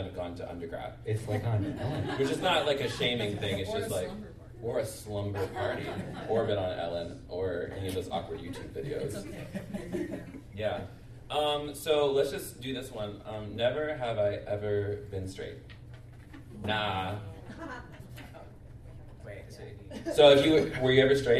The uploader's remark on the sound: LIVE from QCF! This is part 1 of my LIVE show at QCF this past Jan.